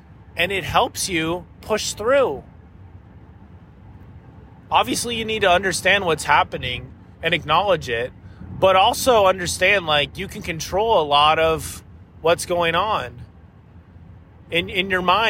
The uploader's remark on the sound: This was recorded in my car, so the sound quality is a bit lacking. At the time I was driving through Arkansas, on the way to Tennessee.